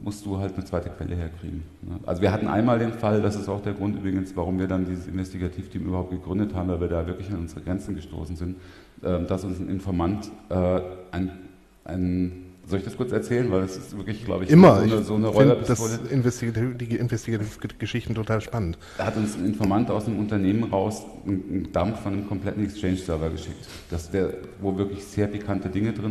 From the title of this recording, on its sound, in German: Live vom 36C3